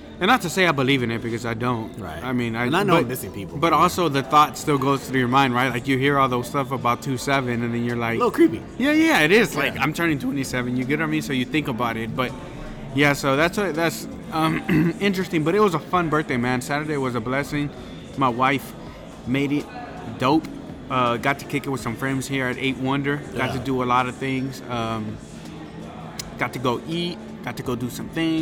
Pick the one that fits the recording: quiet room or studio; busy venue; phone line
busy venue